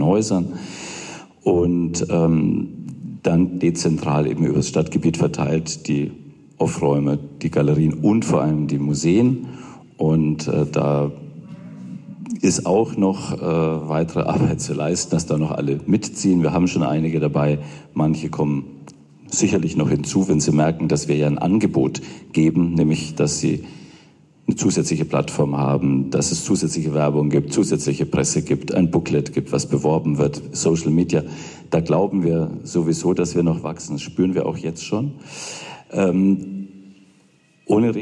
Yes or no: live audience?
yes